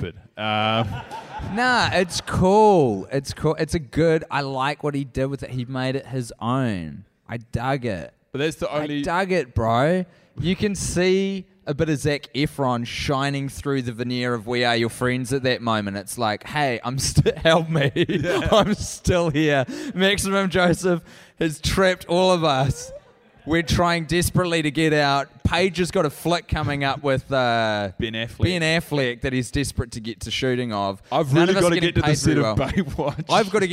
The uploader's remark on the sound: Recorded at the Now Hear This festival in Anaheim, California